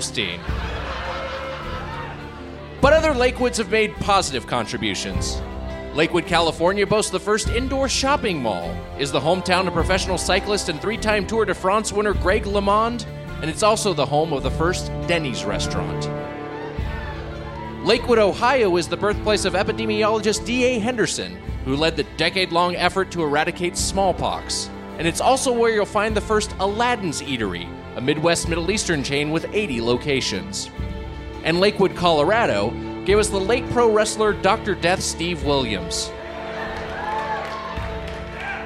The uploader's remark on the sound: Recorded live at Comedy Work South, Denver in the before times.